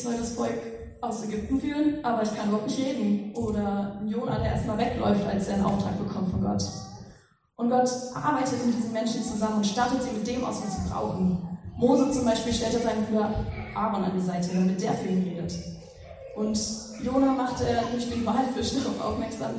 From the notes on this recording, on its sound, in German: Predigt im Rahmen des GreifBar+ Gottesdienstes